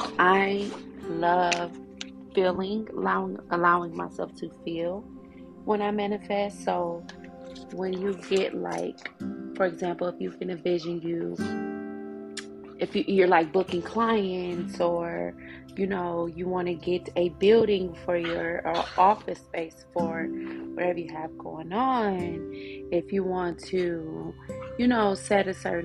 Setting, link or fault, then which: fault, sounds in the background